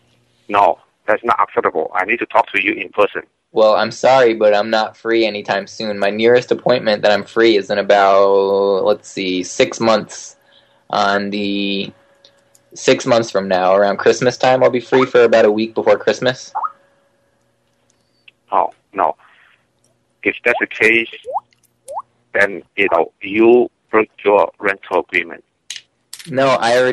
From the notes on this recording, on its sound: …'s Personal Prank Phone Calls Collection.